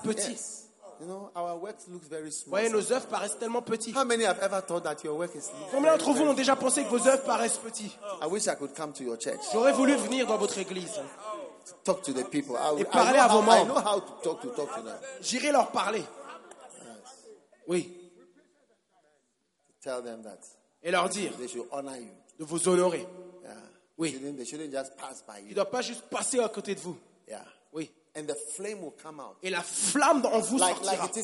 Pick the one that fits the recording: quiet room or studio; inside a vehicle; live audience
live audience